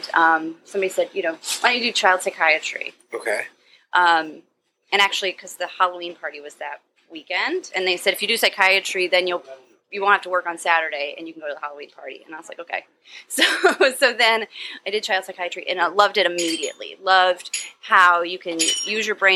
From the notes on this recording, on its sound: This episode of the Triple D Podcast was recorded at The Mad Batter Bakeshop.